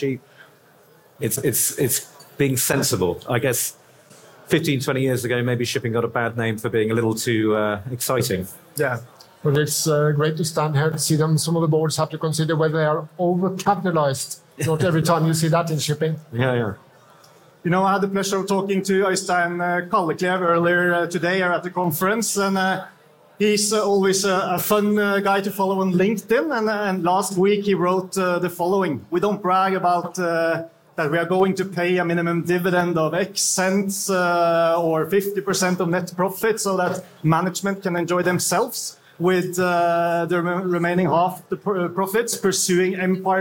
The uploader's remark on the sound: Live podcast. The recording was done before a live audience during lunch at the conference.